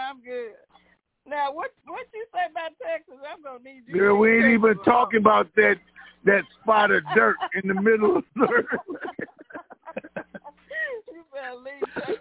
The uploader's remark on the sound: TNTSuperfantastic Conference Call.